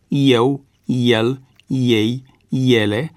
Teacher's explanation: Regula ortoepică ne spune că E, de la începutul unor cuvinte, trebuie rostit cu diftongul IE în cazul câtorva cuvinte din fondul vechi lexical